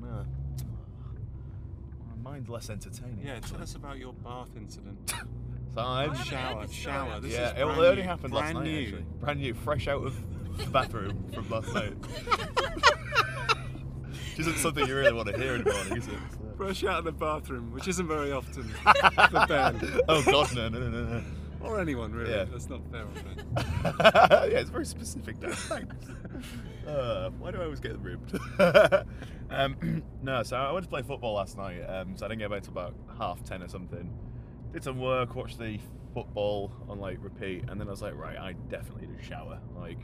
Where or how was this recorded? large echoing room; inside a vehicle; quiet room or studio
inside a vehicle